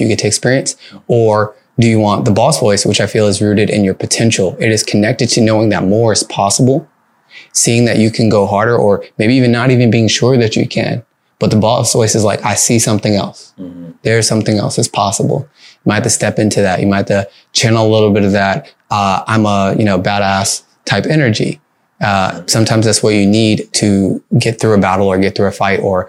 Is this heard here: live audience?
no